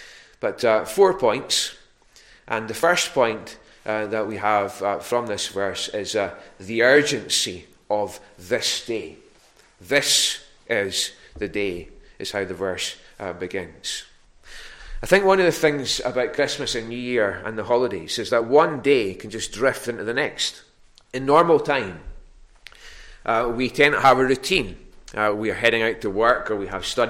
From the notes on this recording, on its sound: recorded at North Harris Free Church